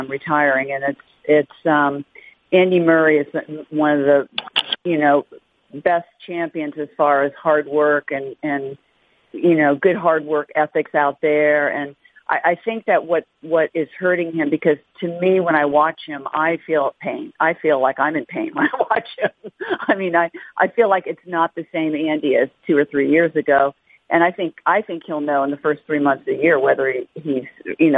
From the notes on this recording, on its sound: Australian Open Conference Call.